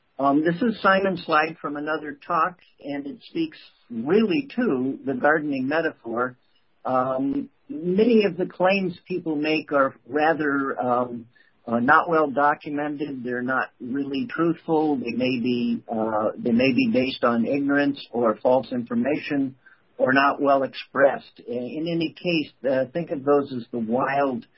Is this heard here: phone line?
yes